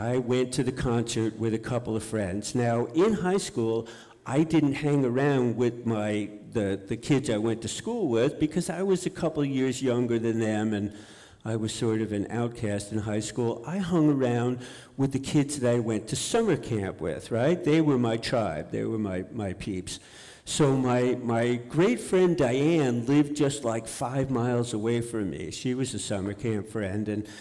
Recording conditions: live audience